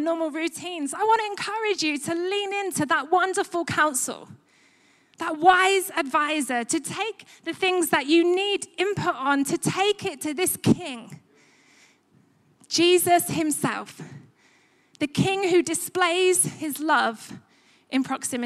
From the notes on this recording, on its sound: Recorded live at Life Church Lancashire 19th December 2021.